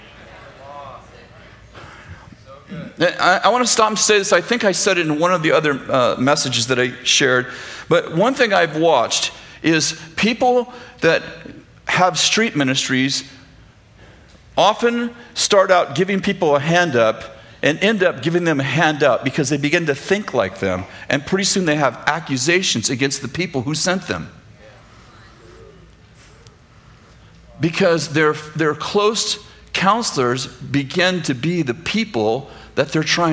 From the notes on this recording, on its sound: throwback sermon from September 6th, 2015, at Bethel Church in Redding, CA